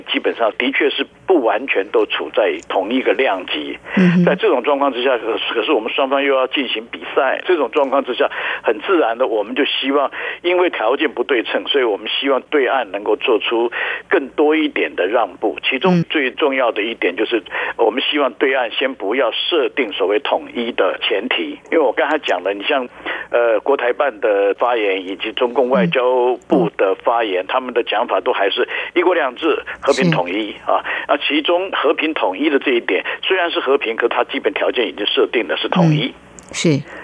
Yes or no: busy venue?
no